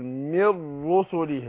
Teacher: راء واحدة من رو وهي مفخمة